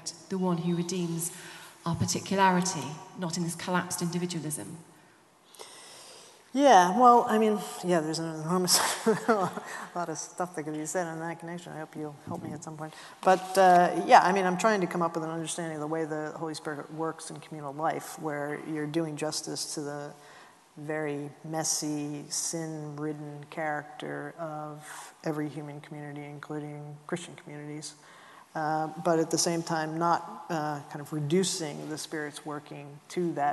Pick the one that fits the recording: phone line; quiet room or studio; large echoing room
large echoing room